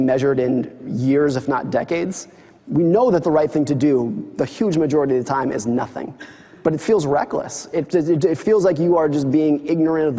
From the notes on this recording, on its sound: in front of a live audience